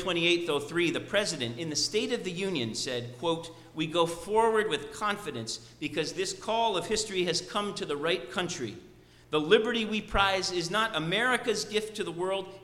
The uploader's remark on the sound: Sermon preached at RCHP